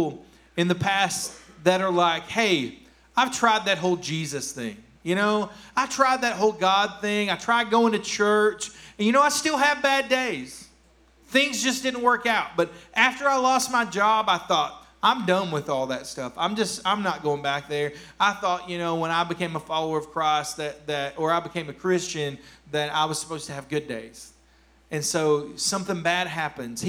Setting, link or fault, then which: setting, large echoing room